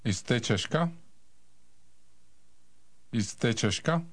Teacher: Note the rising intonation typical for Czech questions. The high point of the sentence is on the last syllable.